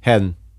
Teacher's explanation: A labiodental nasal is what I would pronounce it as.